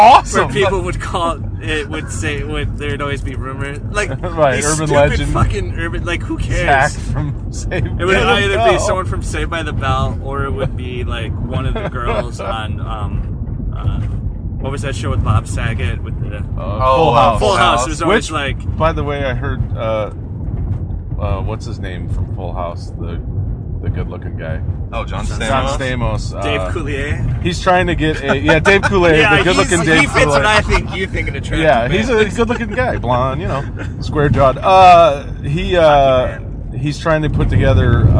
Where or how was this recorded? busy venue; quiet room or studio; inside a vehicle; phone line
inside a vehicle